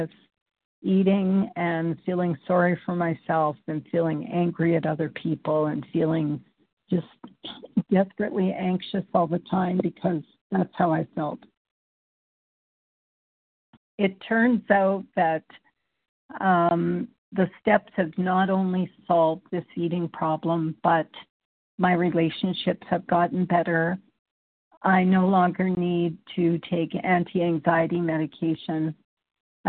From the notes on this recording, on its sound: qualification from the 100 Pounders Phone Meeting